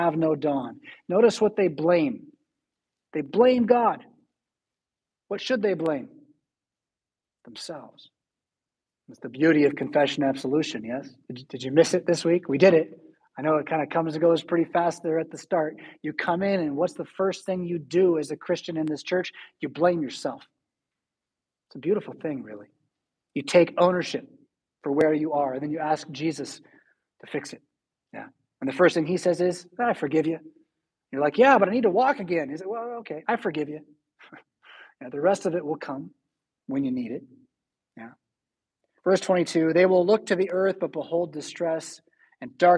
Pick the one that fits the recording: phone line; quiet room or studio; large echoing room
large echoing room